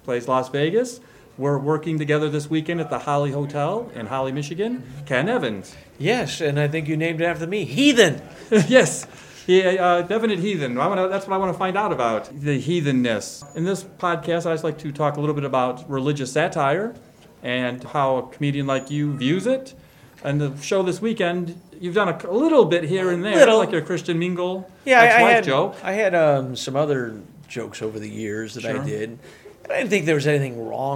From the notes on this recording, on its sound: Performing at the Historic Holly Hotel in Holly, Michigan. During this meal break in the green room, I set up some mics. There is some crowd noise in the background, as the crowd for the second show began showing up. It gives this conversation a little more of that green room feel.